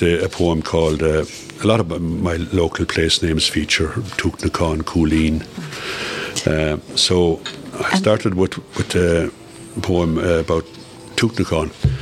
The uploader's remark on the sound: live from Nualas in Tuamgraney